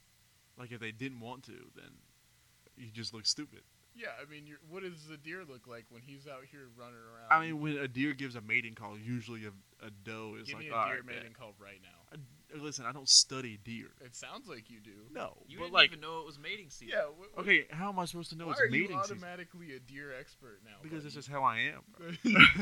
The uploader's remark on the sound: Still working on getting the audio right, next episode should be better